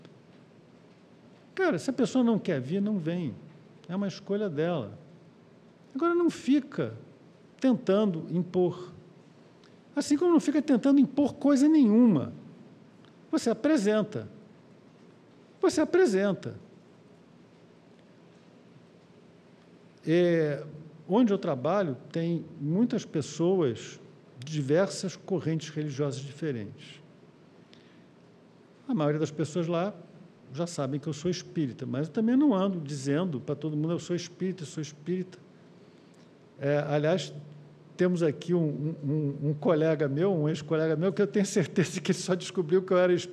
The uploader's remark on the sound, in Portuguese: Palestra ao Vivo.